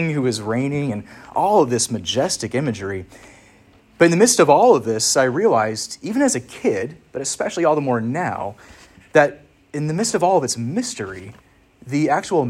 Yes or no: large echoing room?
yes